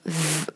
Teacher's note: 发的时候上齿咬下唇震动，它是浊辅音，所以你的下唇会有微微的痒的感觉 · IPA: /draɪv/